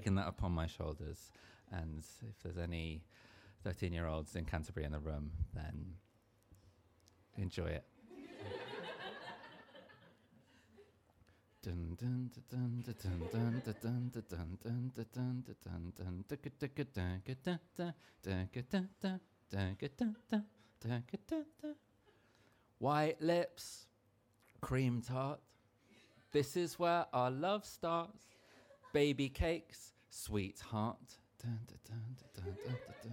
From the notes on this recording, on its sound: We're back with a live studio audience! Season 3 kicks off in my beloved hometown of Margate.